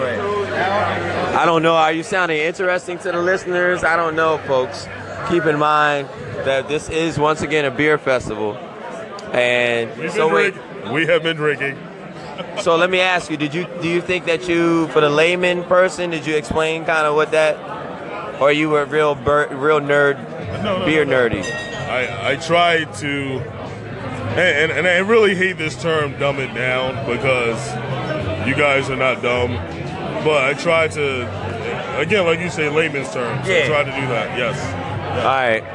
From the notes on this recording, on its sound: Still at the festival. Pizza Party at Belgian Beer Festival in Baltimore.